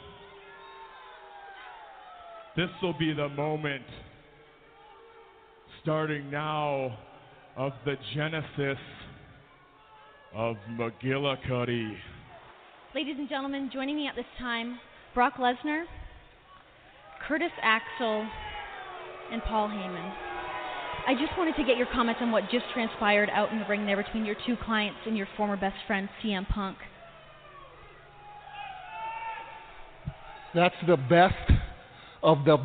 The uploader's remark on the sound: LIVE at Warrior Wrestling IV. LIVE at Marian Catholic in Chicago Heights, IL for everything Warrior Wrestling!